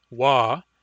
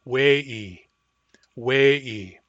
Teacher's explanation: The word for say is wa with a long a, wa, but when I add the command ending, that a becomes an e, we'i, we'i. · Term: umlaut